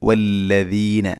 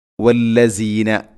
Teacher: ദാല് ഉച്ചരിക്കുന്ന സമയത്ത് നാവിൻ്റെ അറ്റം മുൻപല്ലുകളുടെ ഇരുനിരകൾക്കിടയിലൂടെ അല്പം പുറത്തോട്ട് നിൽക്കണം · Shown in: first take · അപ്പോഴാണ് വല്ലദീന ഇങ്ങനെ ശബ്ദം വരികയുള്ളൂ.